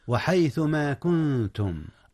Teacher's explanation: النون هنا أخفيت يا أستاذنا، أخفيت قبل التاء، وهي من حروف الإخفاء قبل التاء.